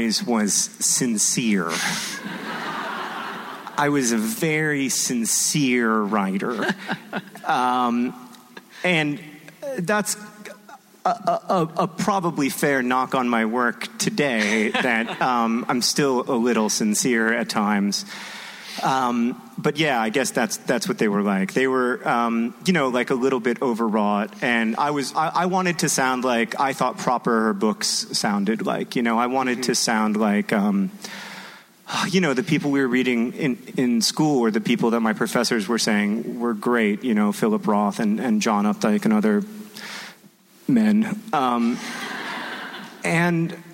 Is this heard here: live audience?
yes